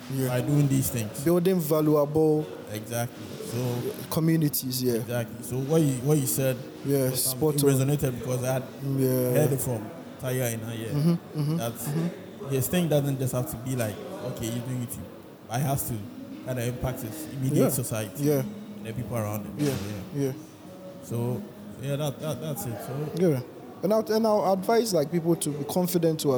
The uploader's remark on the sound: Take the podcast recording outside again. This time they record this episode at the ACCRA MALL Ltd.